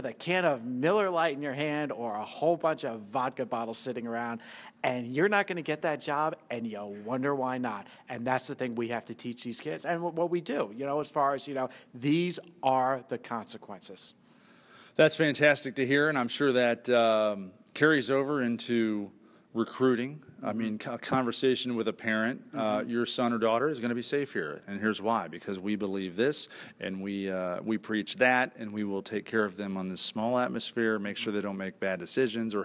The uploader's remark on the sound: This show starts in Fresno CA in front of a live studio audience at Fresno State University.